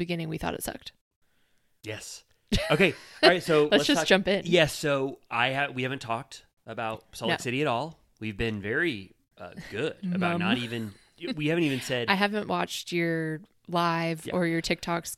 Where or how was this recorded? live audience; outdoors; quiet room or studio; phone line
quiet room or studio